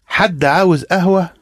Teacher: Did you notice a little helping vowel because there's a double d sound on the end of had